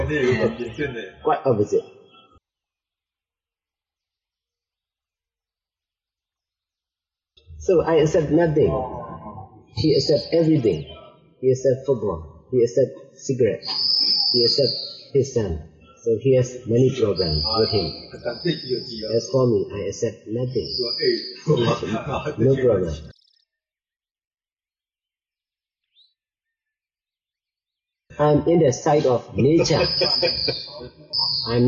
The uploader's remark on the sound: These teachings might not have the perfect sound quality